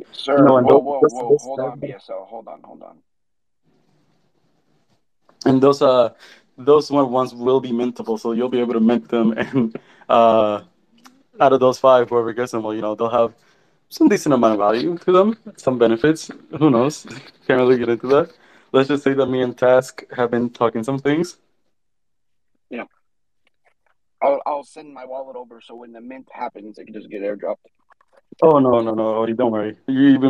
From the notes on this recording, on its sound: The content in this podcast is a recorded Twitter space hosted on the 31st of October 2022.